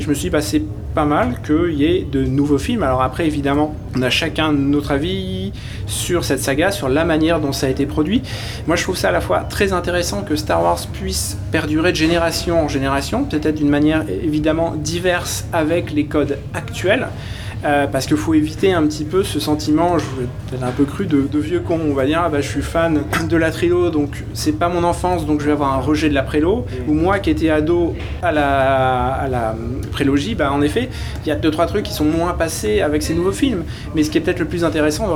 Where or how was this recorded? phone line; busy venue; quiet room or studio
busy venue